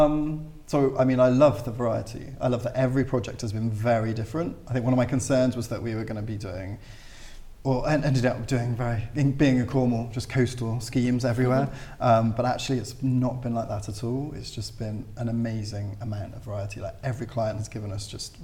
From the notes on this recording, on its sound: Recorded in front of a live audience at Design Central South West in Blagdon, Somerset.